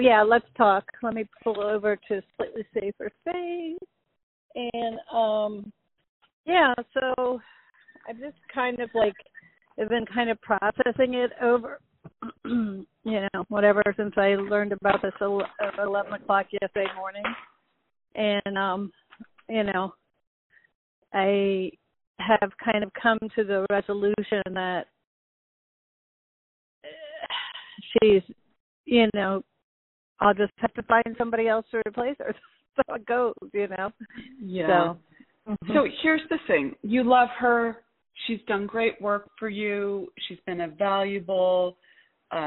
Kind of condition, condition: link, phone line